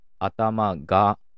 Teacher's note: 「石」っていう単語につくときは「石ぎ」っていうふうに似たような母音がくっつくと、そういう規則があるんですね · Term: 母音調和